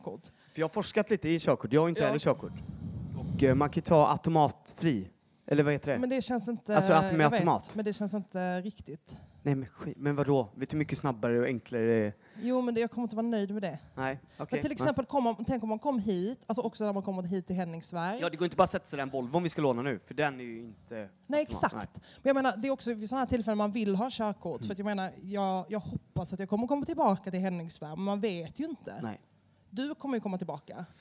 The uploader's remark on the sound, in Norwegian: Live fra Trevarefest